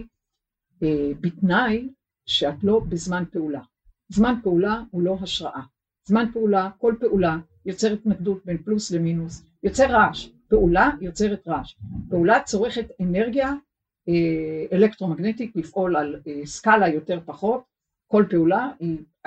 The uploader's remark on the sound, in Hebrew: עקב תקלה טכנית, הסאונד מתחת לסטנדרט של הקלטות קודמות.